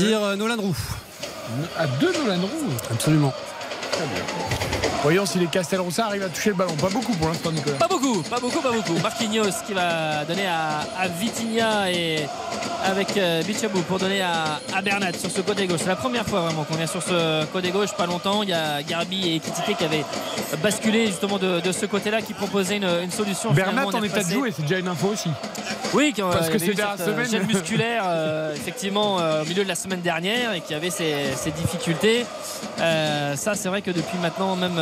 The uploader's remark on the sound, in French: RTL FOOT. En direct du stade Gaston-Petit de Châteauroux.